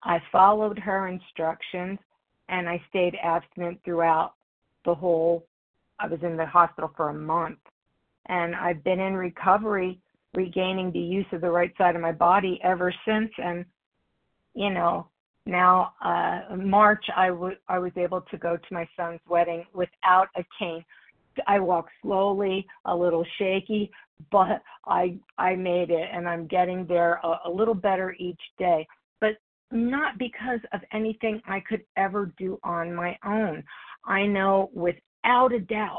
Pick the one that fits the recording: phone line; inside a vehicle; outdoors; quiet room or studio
phone line